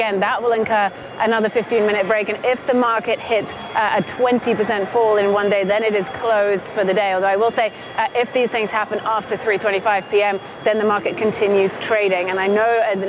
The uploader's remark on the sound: live from the New York Stock Exchange